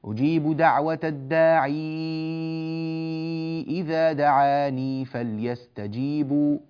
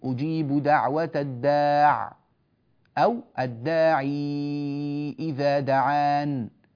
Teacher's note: فلا أثبت الياء إلا في حال الوصل فقط · Term: إثبات الياء